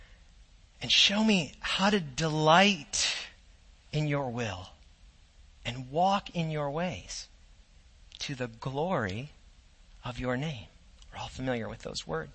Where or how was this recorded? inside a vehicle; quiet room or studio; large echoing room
large echoing room